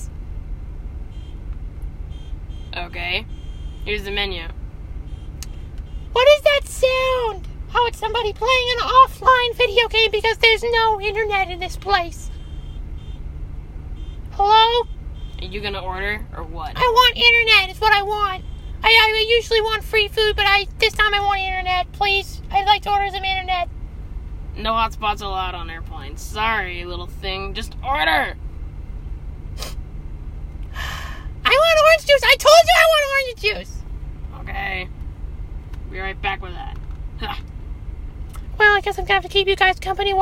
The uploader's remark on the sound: recorded his little, ahem, encounter with his flight attendant on the way home from his vacation in China.